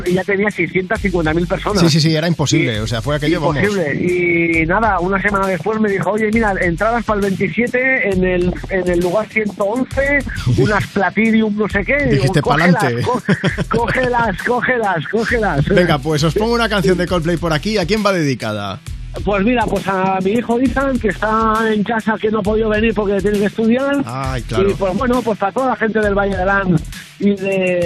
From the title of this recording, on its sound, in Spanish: una llamada desde un barco en Menorca